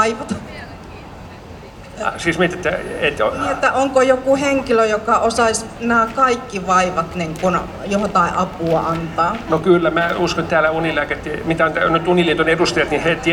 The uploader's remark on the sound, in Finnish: … Espan lavalla 27.7.2019. Helsingin Lähiradio 100,3MHz.